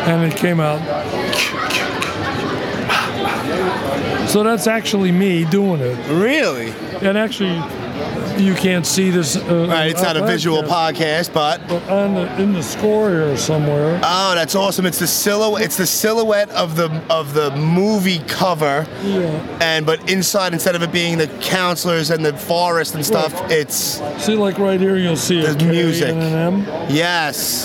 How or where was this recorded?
busy venue